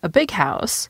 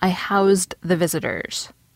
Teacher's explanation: the noun house is pronounced with an S, while the verb house is pronounced with a Z.